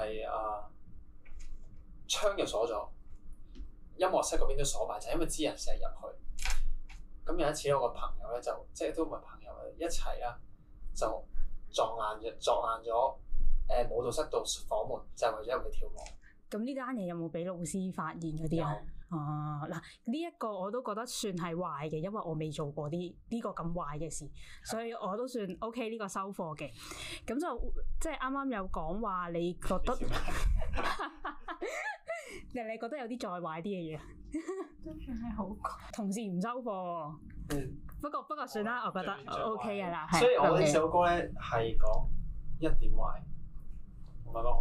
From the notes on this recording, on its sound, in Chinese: 靚仔到電親我枝咪，今集嘅音質有啲差。